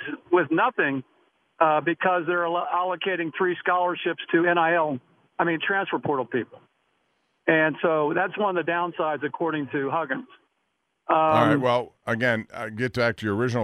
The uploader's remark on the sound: Also, more of YOUR phone calls!